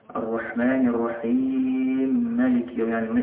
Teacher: الميم الأولى متحركة والثانية متحركة، فندخل الأولى في الثانية · Term: إدغام مثلين كبير